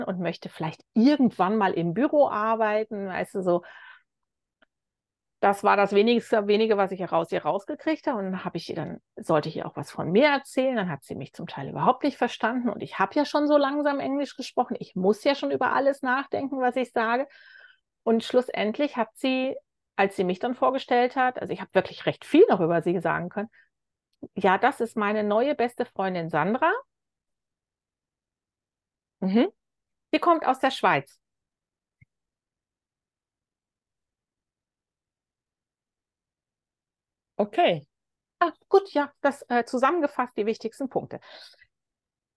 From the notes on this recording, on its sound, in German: Live aus Hawaii. Dank Zoom war es überhaupt kein Problem, diese grenzüberschreitende Verbindung herzustellen.